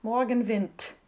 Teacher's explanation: So it's like a T in the end. With a big puff of air at the end, too.